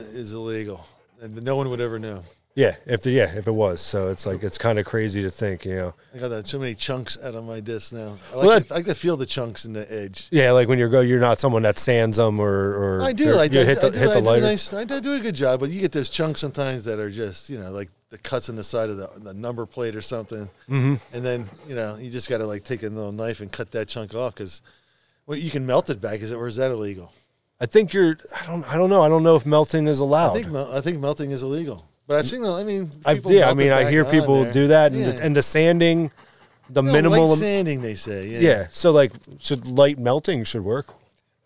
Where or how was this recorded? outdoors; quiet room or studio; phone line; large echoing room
outdoors